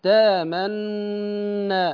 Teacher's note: نضم الشفتين إشارة إلى ضمة النون المضغمة في النون بعدها تامنا هكذا، يعني مع زمن الغنة. · Term: الإشمام